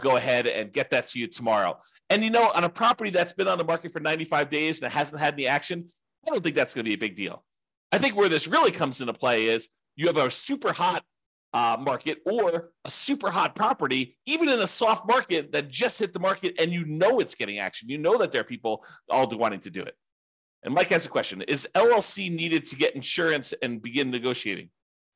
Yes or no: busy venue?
no